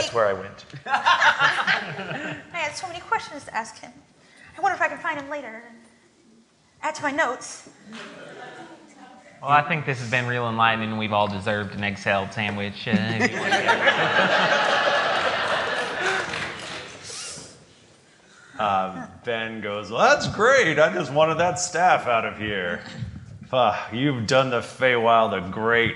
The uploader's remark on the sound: We recorded this episode live from the Lincoln Theater in Columbus Ohio! We had such a wonderful time in an honest to goodness theater. The staff even helped us with fancy lav mics!!